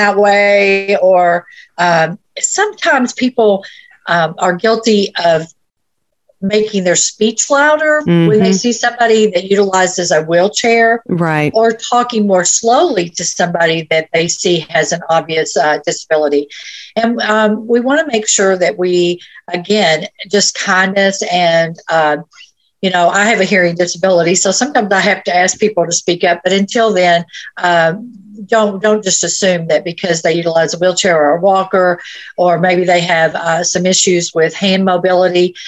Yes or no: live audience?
no